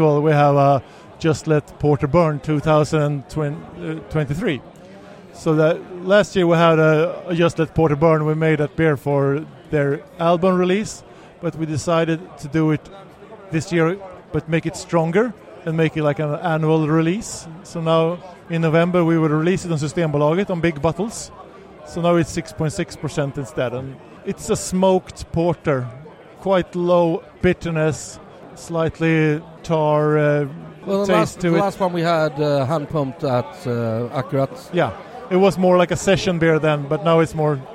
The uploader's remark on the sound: Stockholm Beer & Whisky Festival 2023. Set out to the Stockholm Beer and Whisky Festival at it’s new venue.